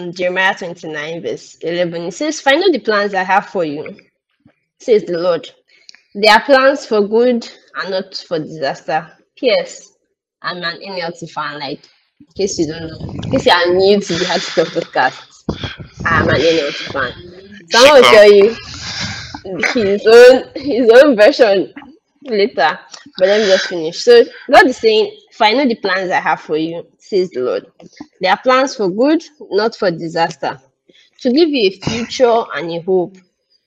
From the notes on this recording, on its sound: Kindly listen to this episode please forgive our sound quality we would do better as we go on.